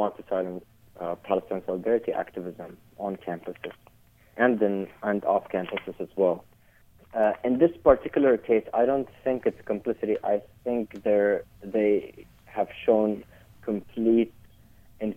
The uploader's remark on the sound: I had with me on the phone